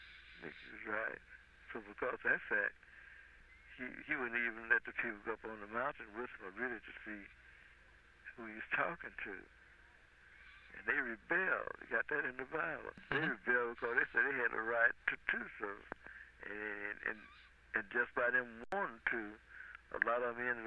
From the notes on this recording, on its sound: Phone call